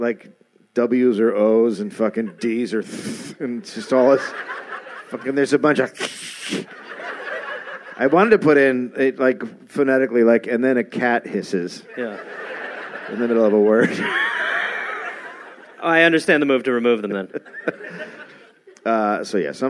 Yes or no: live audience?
yes